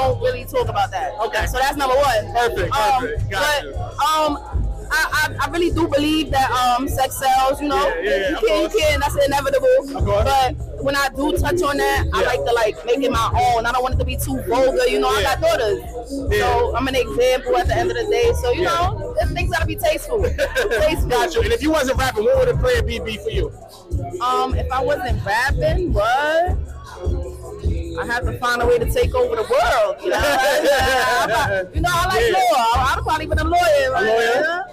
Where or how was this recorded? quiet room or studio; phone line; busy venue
busy venue